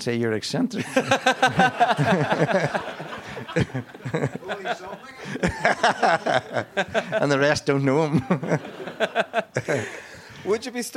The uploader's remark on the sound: GAA Hour live in Tyrone